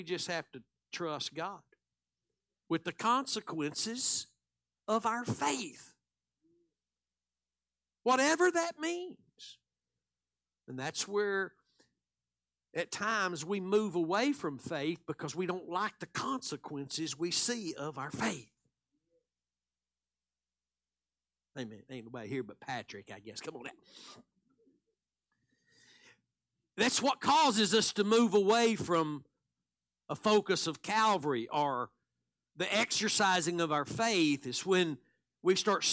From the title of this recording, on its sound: Live Sunday Morning Service